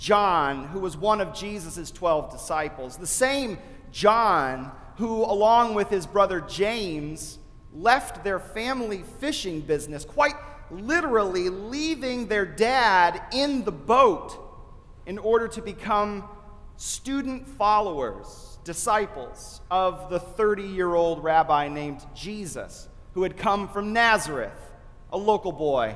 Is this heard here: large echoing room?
yes